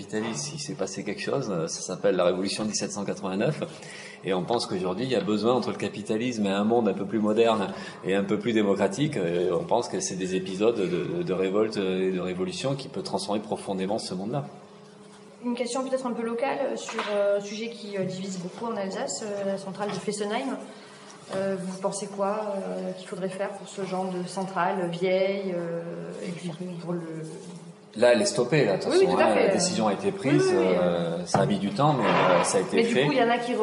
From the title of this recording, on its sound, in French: la conférence de presse comme si vous y étiez